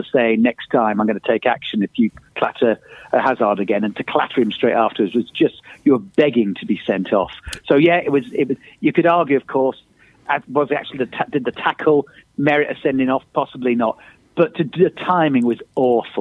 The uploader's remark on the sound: on the phone